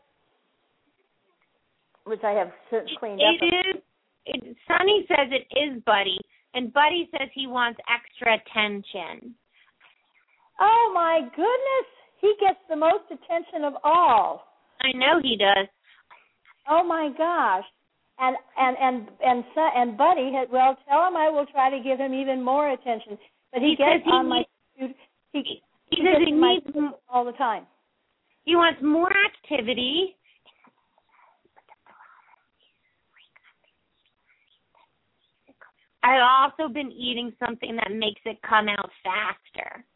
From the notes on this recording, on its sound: open up the lines for listeners to call